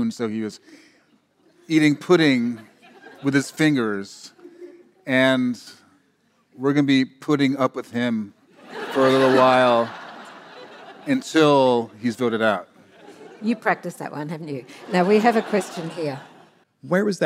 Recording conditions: live audience